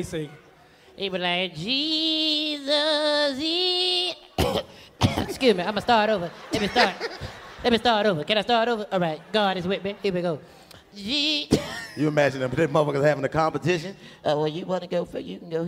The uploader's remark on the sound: Roasting everybody in the crowd! Live from the Nashville Comedy festival, the new kings of comedy kick off three sold out shows for Cashville!